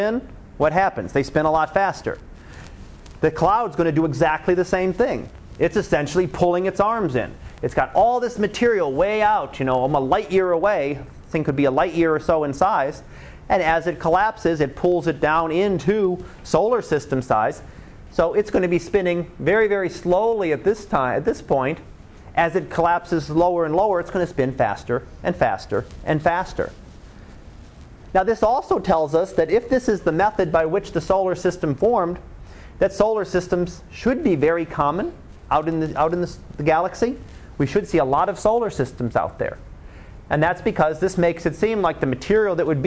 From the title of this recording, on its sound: Live Class Lecture